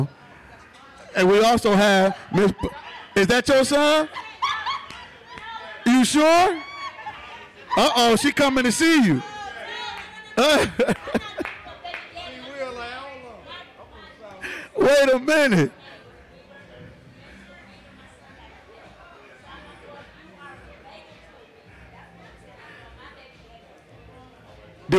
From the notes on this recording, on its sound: A diverse panel of industry leaders, along with the author sparked quite the conversation with a live audience to discuss topics from the book.